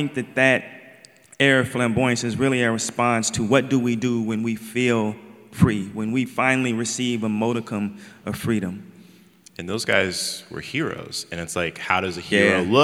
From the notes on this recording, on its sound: at the 2023 Portland Book Festival